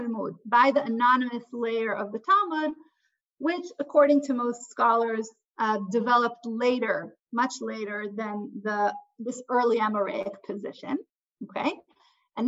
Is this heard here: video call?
yes